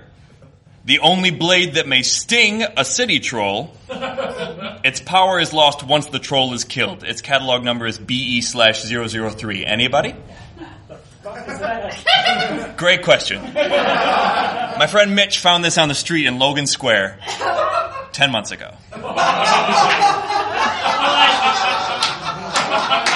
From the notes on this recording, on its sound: This one comes from the 2014 Chicago Nerd Comedy Fest and holds the distinction of the latest ever we recorded this show.